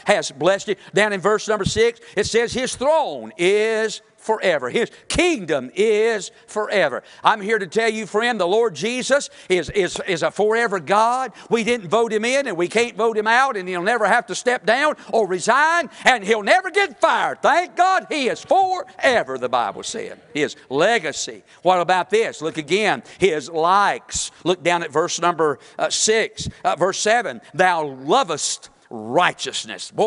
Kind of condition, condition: setting, large echoing room